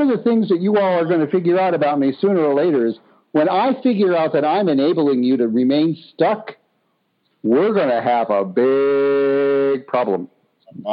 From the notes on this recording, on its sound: On Monday's we're BLOWING UP Soul University's Pay Me What I'm Worth conference-call based classes. We record (then broadcast) our classes.